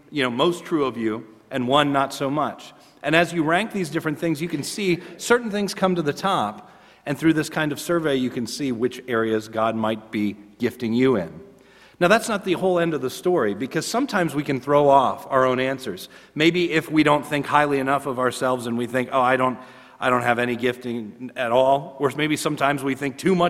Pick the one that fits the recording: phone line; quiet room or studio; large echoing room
large echoing room